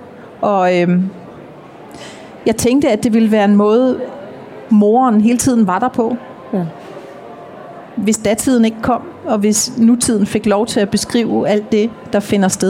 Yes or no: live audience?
yes